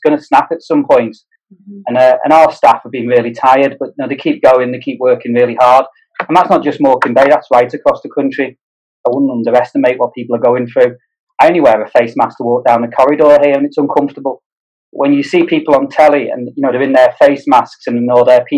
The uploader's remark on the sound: This podcast was recorded via Zoom.